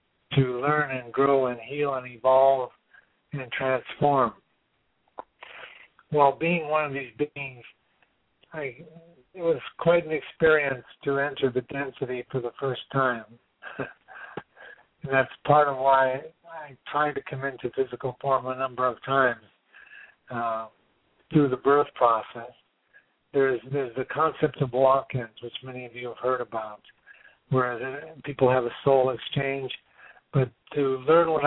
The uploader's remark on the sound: She is currently living in California and will be joining us via phone.